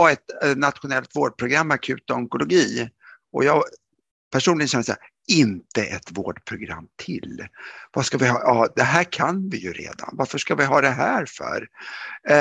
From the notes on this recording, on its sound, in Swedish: Ljudinspelningen från SOF:s webbinarium om akut onkologi.